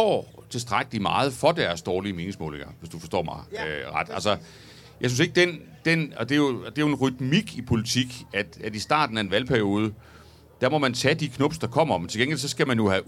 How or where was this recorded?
live audience